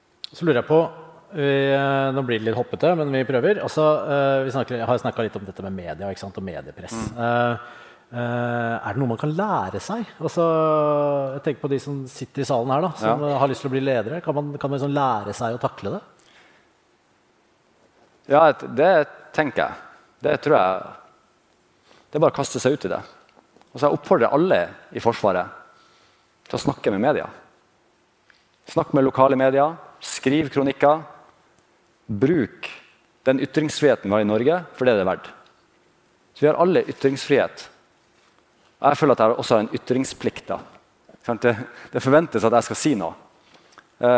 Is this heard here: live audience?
yes